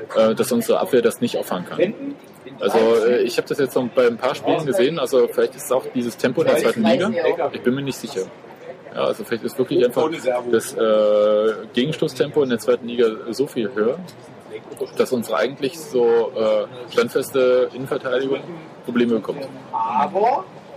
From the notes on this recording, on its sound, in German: Ein Macbook allein reicht nicht zur Aufnahme auf der Straße.